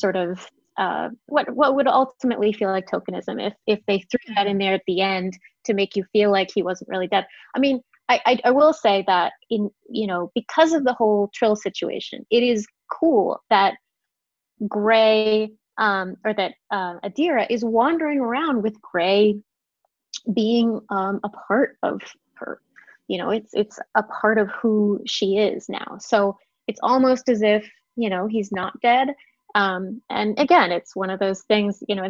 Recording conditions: video call